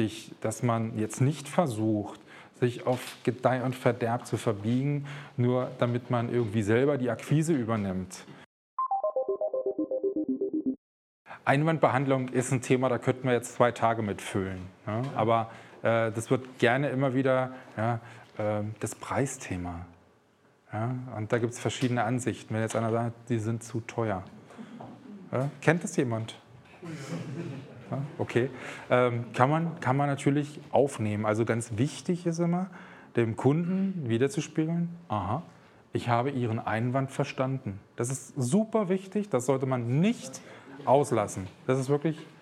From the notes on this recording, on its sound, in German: Live-Mitschnitt VGSD Vortrag Akquise. Hören Sie einen Live-Mitschnitt eines Vortrags bei der Regionalgruppe Berlin des VGSD zum Thema Akquise. (gekürzte Version).